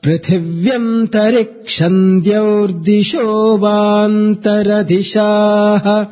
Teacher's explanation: The syllable sho carries the upward intonation.